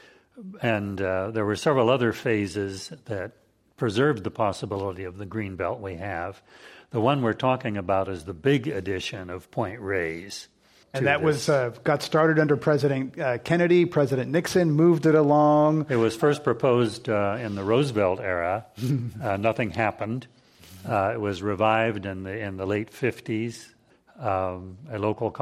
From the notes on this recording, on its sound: This program was recorded in front of a live audience at the Commonwealth Club of California on July 19, 2016